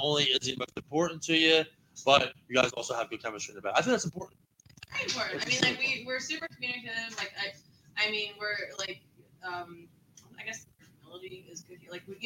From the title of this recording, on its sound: Live from The Cellar in Yardley, PA.